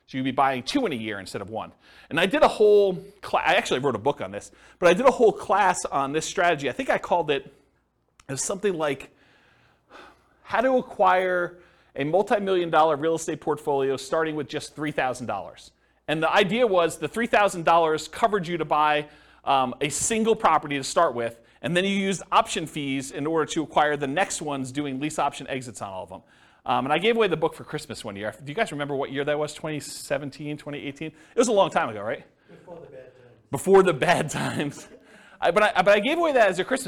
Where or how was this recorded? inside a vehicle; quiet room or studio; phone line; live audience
live audience